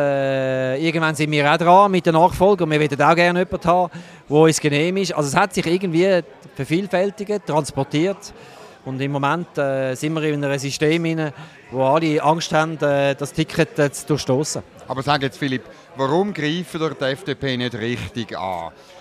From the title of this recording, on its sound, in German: Live aus der Bellevue-Bar